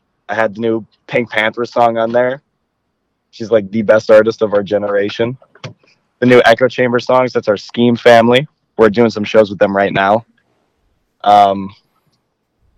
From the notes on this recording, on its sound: hit the YLIA phone line for a live radio interview on KZAA 96.5 FM